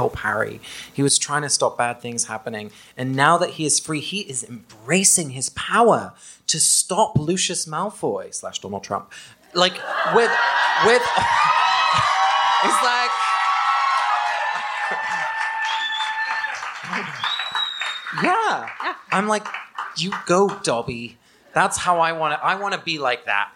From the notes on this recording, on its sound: Special Edition: The Live Show. The audio quality is not ideal, but you still can get a sense for what it was like to be in the room.